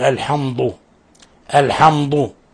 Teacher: فيفخم الدال تفخيما يقارب يعني الضاد · Term: تفخيم حرف الدال